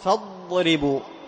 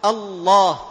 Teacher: لأن الضاد من أدنى الحافة إلى منتهاها، بخلاف اللام، اللام منين؟ من أدنى الحافة فقط، اللام من أدنى الحافة، أما الضاد من أدنى الحافة إلى منتهى، إلى منتهى، إلى طرف منتهى الحافة، فالضاد مخرجها واسع، مخرجها إيش؟